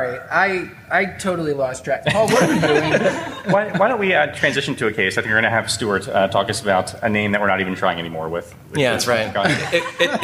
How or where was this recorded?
live audience